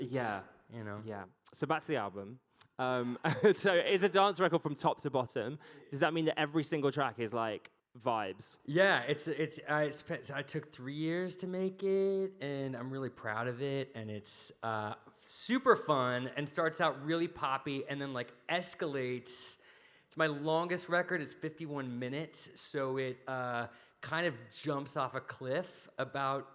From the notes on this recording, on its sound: Live from the O2. At Just For Laughs Festival London.